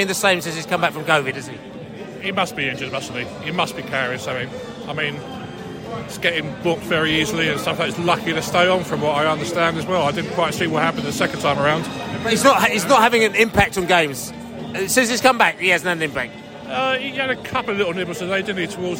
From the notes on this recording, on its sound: Post-match podcast from the stands.